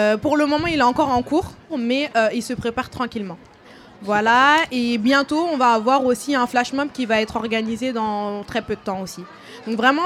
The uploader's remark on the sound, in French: Une émission spéciale en 2 parties, enregistrée en public, lors de la Fête de quartier du Pavé Neuf à Noisy-le-Grand.